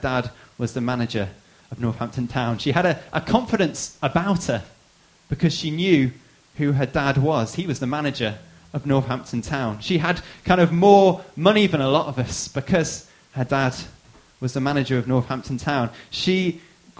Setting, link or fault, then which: setting, large echoing room